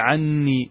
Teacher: إذا جئت بالنون تدغم النون في النون وتشدد، تقول عني. إذا حذفت النون تكتفي بالياء فقط، فتقول عني. · Term: إدغام مع تشديد